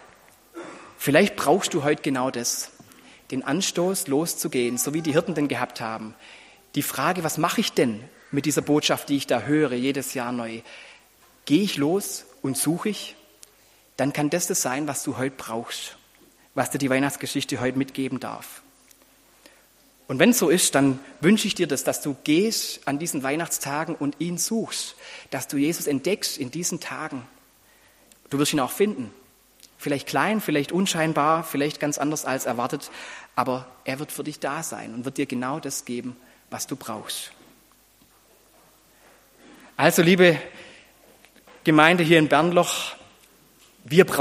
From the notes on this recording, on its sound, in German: Predigt mit Anspiel im Gottesdienst an Heiligabend.